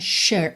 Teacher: esse S vai ter som de SH ou X